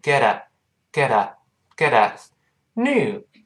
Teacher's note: 因为前面 a 后面 a 声带都震动了，读快了之后，怎么连起来，声带就一块儿震动起来